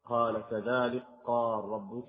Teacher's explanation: فهو يدغم الكاف في القاف نظرا لاقترابهما في المخرج